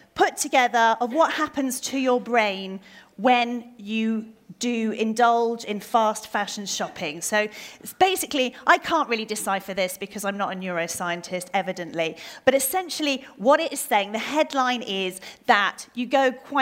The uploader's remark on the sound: Recorded at Selfridges.